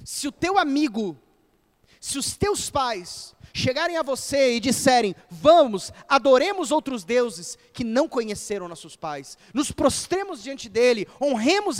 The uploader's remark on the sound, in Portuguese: Na Igreja Evangélica Batista em Campo Grande-MS.